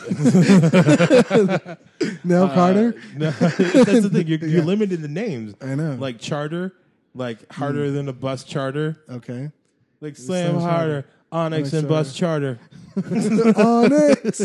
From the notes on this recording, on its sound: return in fine form for their first “Live” episode.